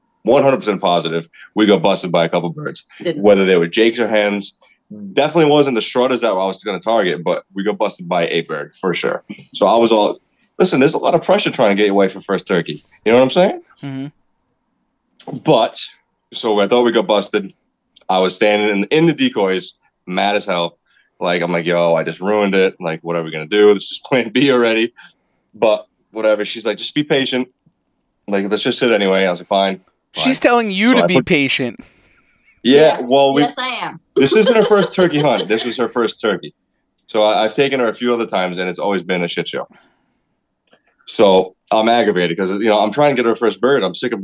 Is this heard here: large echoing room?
no